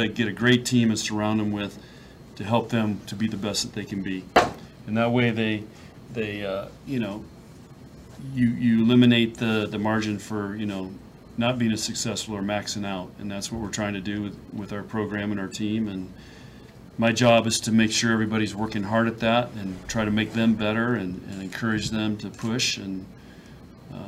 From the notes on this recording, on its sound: Nebraska NCAA Volleyball Regional Final Press Conference.